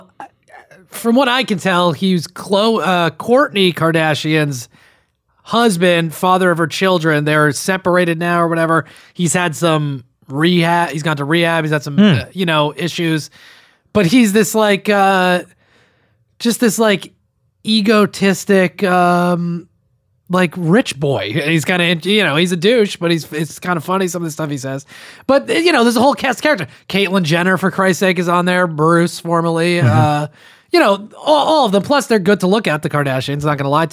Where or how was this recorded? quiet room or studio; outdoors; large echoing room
quiet room or studio